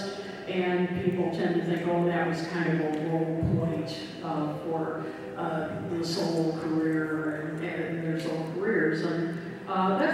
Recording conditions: poor sound quality